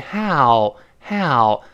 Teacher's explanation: 它是两个单元音，拼到一块儿变成个双元音。第一个是啊，第二个是呃，所以啊，呃，变成 L，L，猫叫一样，喵，喵，哎，所以 How，How，但不要读号，注意这个 H，啊，又是容易跟汉语拼音搞混，这汉语拼音害死人呐，经常跟音标搞混了。所以这个，它 H 这个发音是，哈，哈，哈，你发现气流出来，哈，哈，不要读呵，呵，呵，注意声带不震动，哈，这么一个声音。我们再读一下这个词。How？How？哎，好了，那，当然我们有的时候呢，这个 How 有些句子不重读，像 How do youdo？ How do youdo？哎，你好吗？How do youdo？这是一带而过，但本文中这个里边要重读，说我怎么证明嘛？它强调一下要重读，叫 How